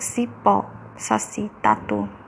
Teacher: Oxítona, última sílaba que é a tônica.